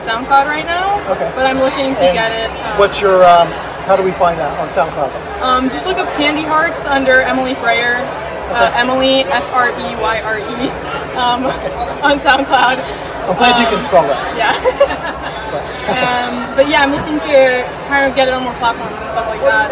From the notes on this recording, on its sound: Video clips and live interviews from a handful of original music performances. Caught at Musikfest.